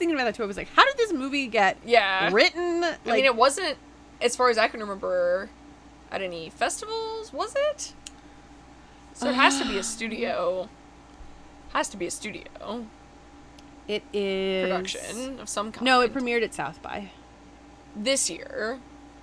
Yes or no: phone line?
no